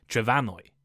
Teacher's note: the M in Welsh somehow changed to an F, pronounced like a V, making the modern Welsh name Trefannwy.